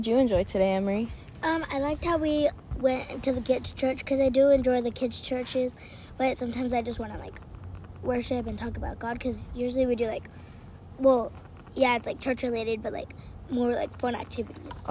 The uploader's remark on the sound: As we were enjoying the outdoors and fishing